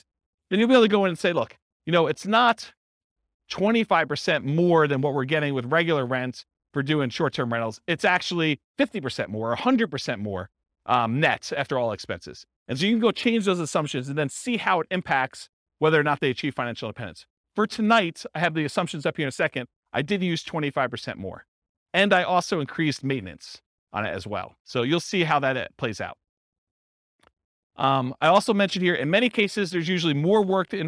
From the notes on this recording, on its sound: This was a live class recorded